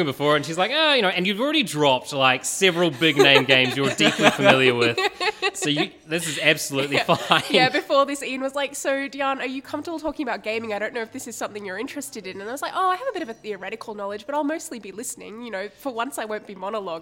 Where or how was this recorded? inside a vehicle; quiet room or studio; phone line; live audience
live audience